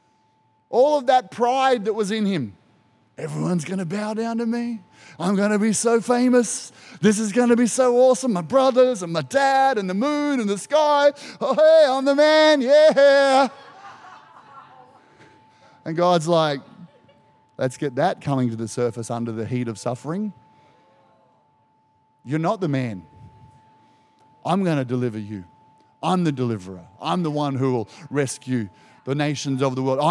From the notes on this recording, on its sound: Recorded during our 9am service on Sunday, the 2nd of April 2023